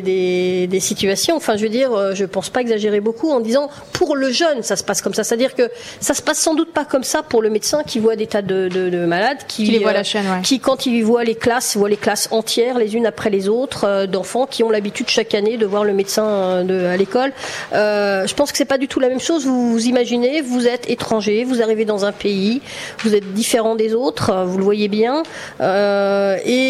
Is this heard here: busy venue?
yes